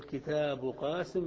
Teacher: فجاء حرف الاستعلاء في الكلمة التالية فمنع الإمالة، فتقول كتاب قاسم بلا إمالة